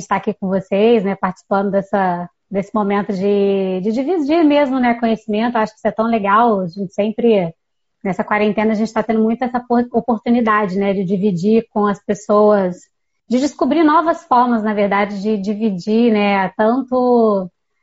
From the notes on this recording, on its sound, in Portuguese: no formato de live no instagram no dia 24 de setembro de 2020